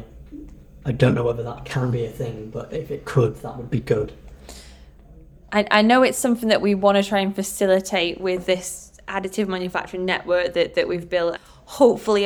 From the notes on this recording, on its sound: On the TCT 3Sixty show floor